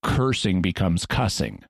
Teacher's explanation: It's just had the R sound drop out.